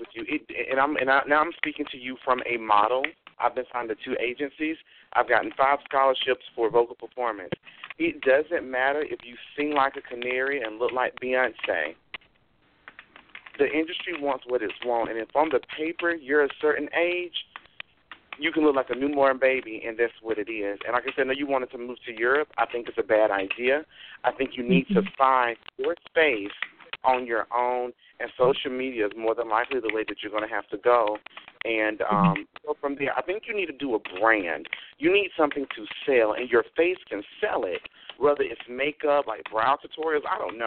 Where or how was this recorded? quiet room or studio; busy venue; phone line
phone line